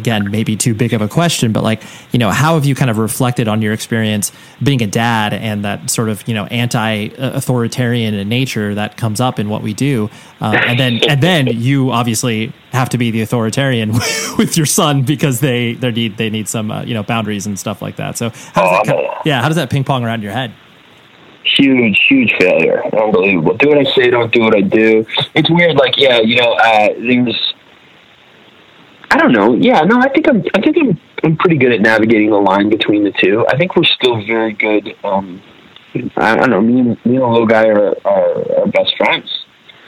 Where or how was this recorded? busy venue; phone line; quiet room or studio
phone line